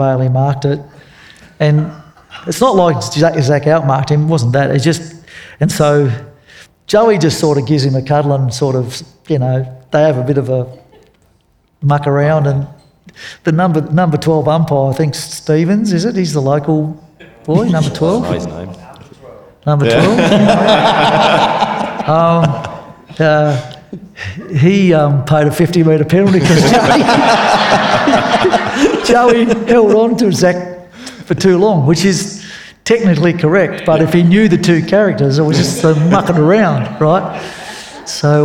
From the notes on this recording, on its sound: This conversation was recorded on Thursday February 15 at the Ron Hurley Theatre in Seven Hills.